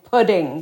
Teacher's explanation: we hear the kids saying pudding with the flap